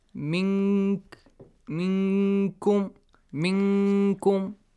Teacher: When you hide the sound نون، try to hide it in a way which comes kind of close to the letter كاف. It means you're hiding the sound of the نون، okay, or تنوين. · Term: إخفاء